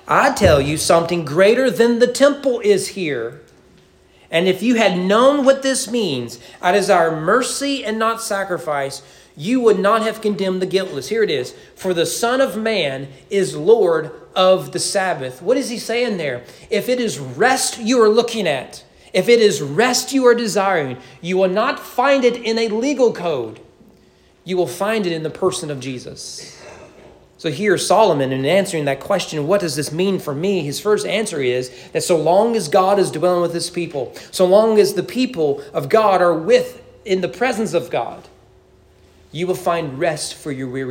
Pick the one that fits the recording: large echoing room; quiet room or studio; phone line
large echoing room